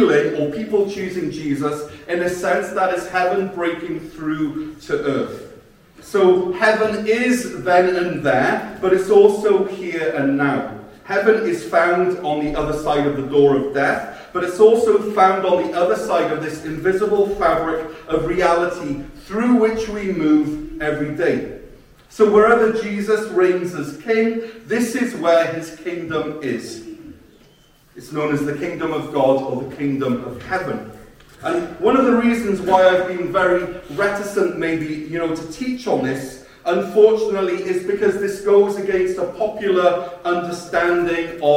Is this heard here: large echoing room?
yes